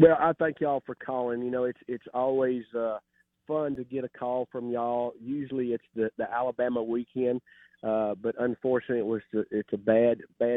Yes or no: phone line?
yes